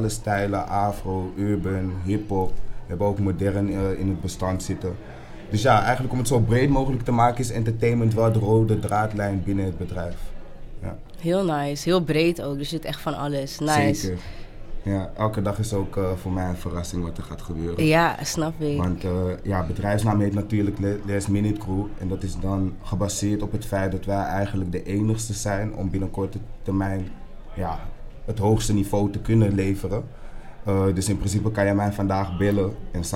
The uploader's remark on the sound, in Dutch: een live podcast gehost op het netwerkevent Mixing Visions